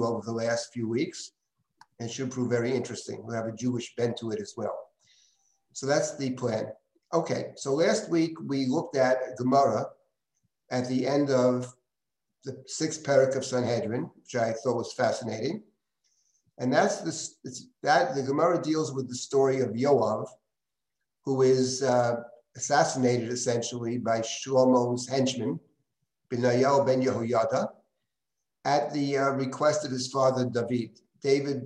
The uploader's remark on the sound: This audio was originally captured from Zoom